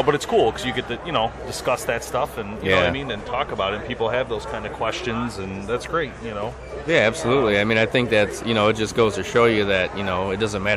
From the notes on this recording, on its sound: LIVE From Woods N Water Outdoor Weekend Show. Part 1 of the woods N water Outdoors weekend in Imlay City Michigan comes LIVE. The guys broadcast live from the weekend event.